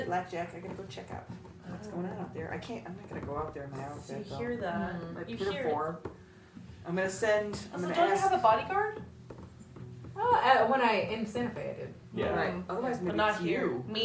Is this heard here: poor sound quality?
yes